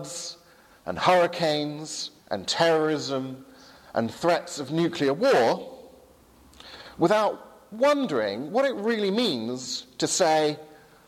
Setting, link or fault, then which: setting, large echoing room